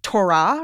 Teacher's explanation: That's like Hebrew with the emphasis on the second syllable.